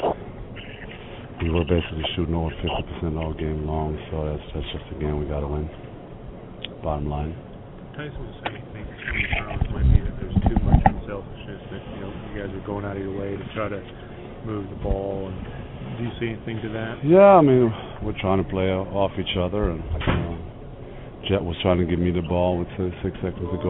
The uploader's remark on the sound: We take you into the press conference and locker room with audio.